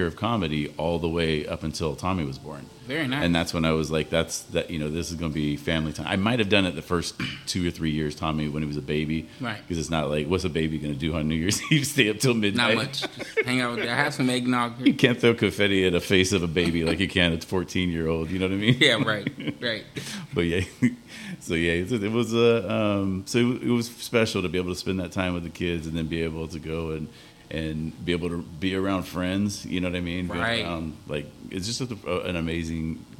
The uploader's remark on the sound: Live from the Wheelhouse Lounge. Gets a giant cramp in his leg and almost takes out the entire sound board.